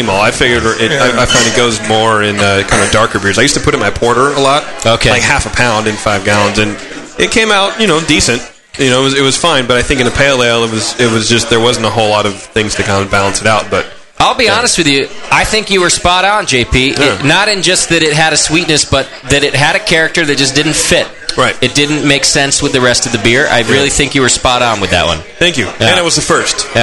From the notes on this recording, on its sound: Live from Downtown Joe’s.